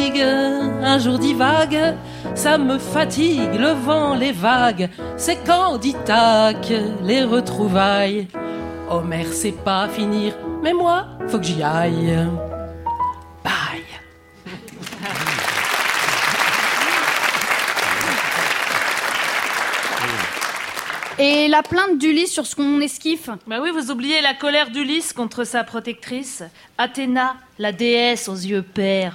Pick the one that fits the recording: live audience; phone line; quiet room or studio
live audience